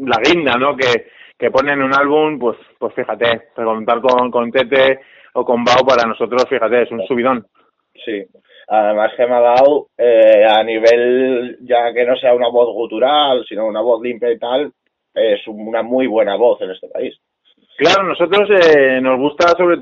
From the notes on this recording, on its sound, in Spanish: Entrevista telefónica